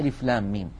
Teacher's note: من ثلاثة أحرف ميم مكسورة بعدها ياء ساكنة بعدها ميم ساكنة، لام آخرها ميم ساكنة وميم أولها ميم مكسورة، فندغم الميم الساكنة في الميم المتحركة · Term: مد لازم حرفي